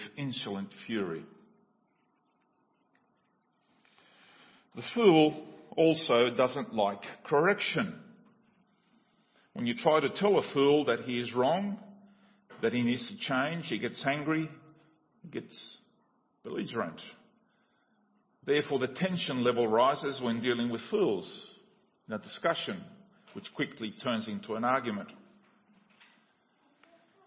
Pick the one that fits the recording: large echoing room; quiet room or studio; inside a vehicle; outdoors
large echoing room